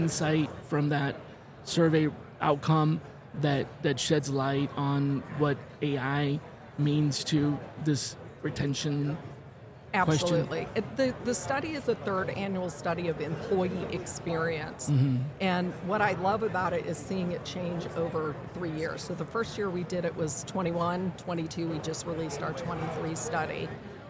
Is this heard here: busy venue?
yes